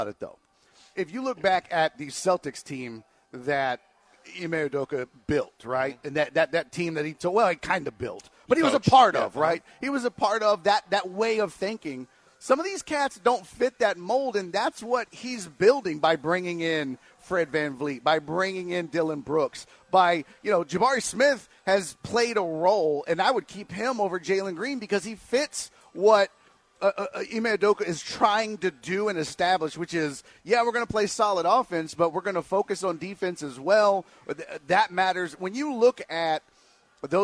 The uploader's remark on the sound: live from The Decoy